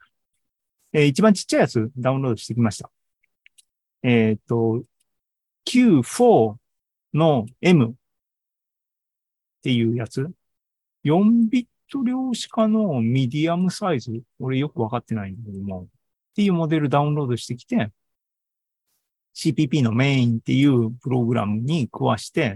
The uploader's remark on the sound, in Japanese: ZOOMライブの模様です。